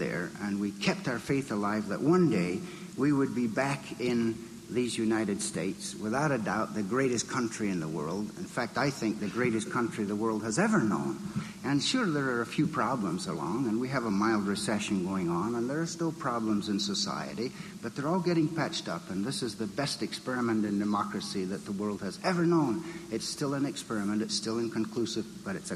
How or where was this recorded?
busy venue